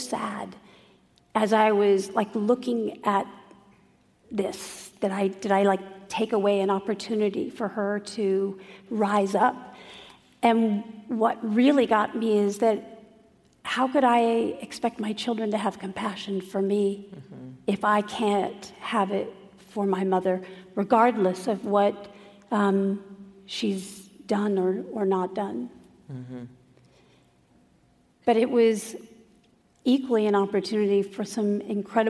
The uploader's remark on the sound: Traveled to San Francisco. In front of a sold-out crowd at an event hosted by City Arts & Lectures.